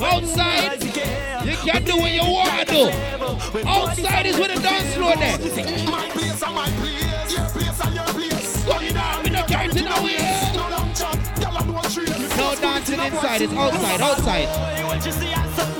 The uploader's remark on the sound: Live At The Huckster in Paddington where they do a Dancehall Brunch with social distancing in place